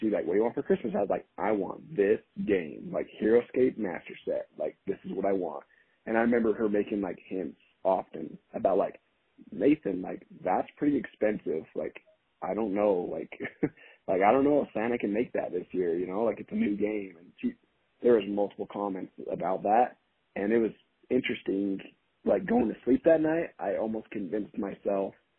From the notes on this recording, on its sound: Audio for this episode was recorded via phone call and is not our typical quality